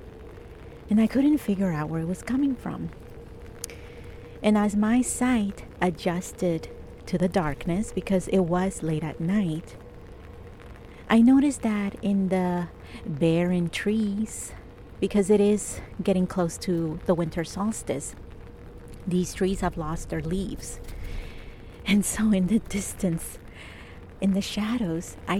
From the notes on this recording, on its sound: This episode is completely improvised and I recorded it outside while it was raining. I recorded it at this secret location in Toronto.